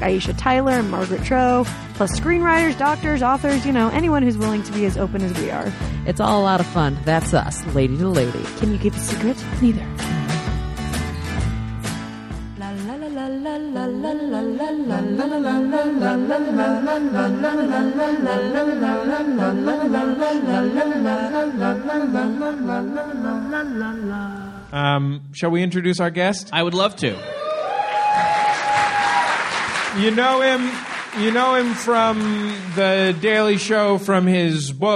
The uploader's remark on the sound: Live at SF Sketchfest. Live on stage at the Eureka Theatre as part of the 2016 SF Sketchfest.